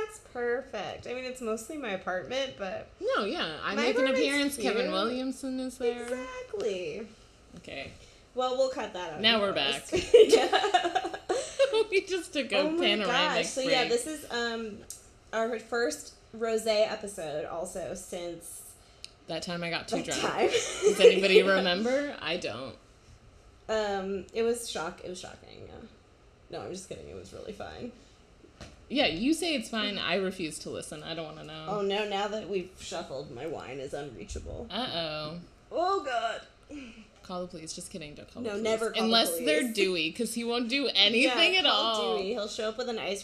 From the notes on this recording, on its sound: We recorded this live and in person and it probably shows in the lack of sound engineering prowess reflected in the audio